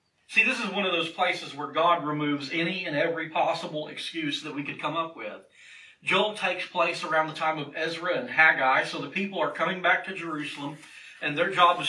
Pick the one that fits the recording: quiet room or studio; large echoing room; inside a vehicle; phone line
large echoing room